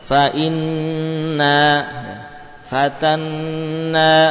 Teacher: ada nun bertasydid berikutnya alif dia gunnah panjang